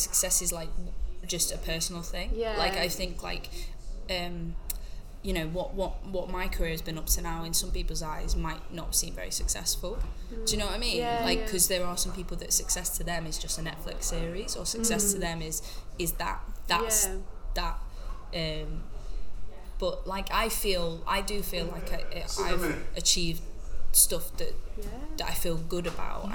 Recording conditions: background noise